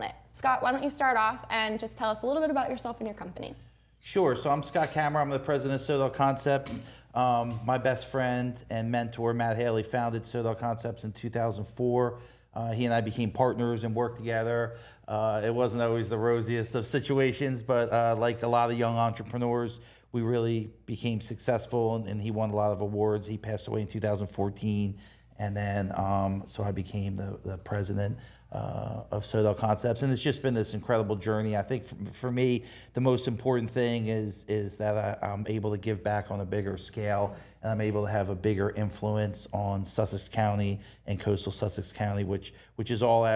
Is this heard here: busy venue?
yes